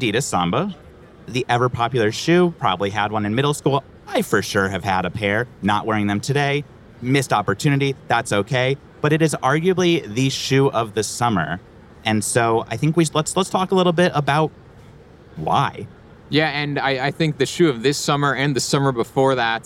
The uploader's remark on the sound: Recorded in front of a live audience at Inbound in Boston.